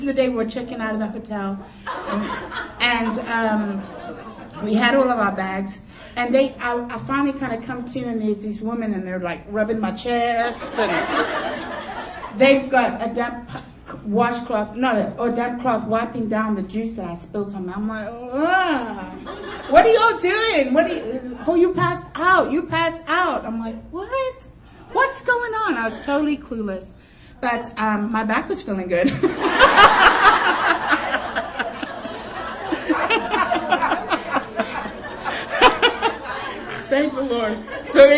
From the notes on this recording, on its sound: During the FOCUS Conference Luncheon